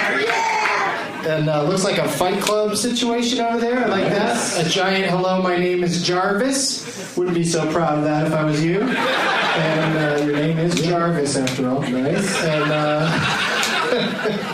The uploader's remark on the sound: audience members at the Punchline in Atlanta, GA